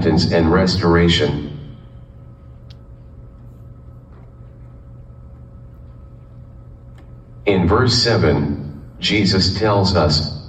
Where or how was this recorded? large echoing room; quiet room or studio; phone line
large echoing room